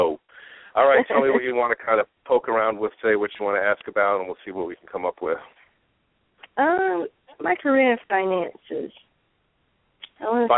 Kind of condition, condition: link, phone line